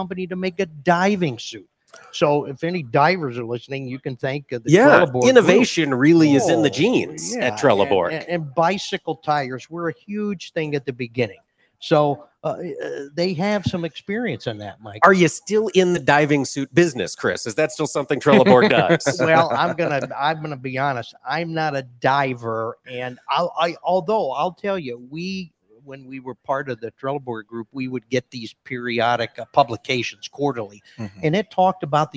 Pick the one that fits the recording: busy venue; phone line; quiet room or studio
busy venue